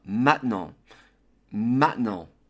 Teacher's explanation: très souvent, les Français ne disent pas le te. Alors le mot devient maintenant, maintenant.